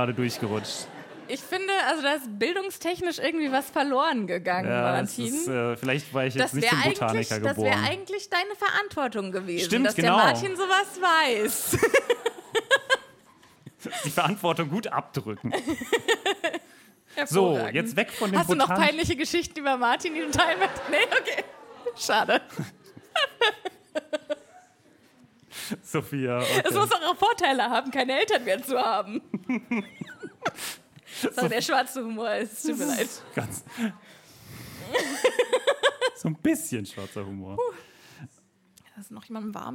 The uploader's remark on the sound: LIVE IN FRANKFURT